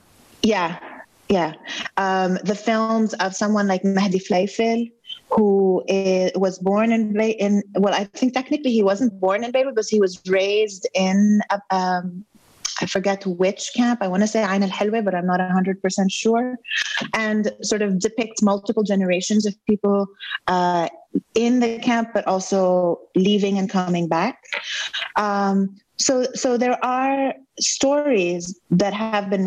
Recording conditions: video call